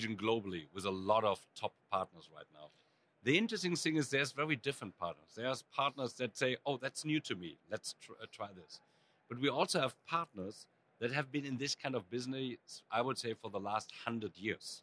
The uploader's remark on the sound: Live at Cisco Live